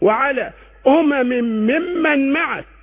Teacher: الميمات والميمات المتولدة عن الإضغام والغنة 8 ميمات تتكرر ليس بينها فاصل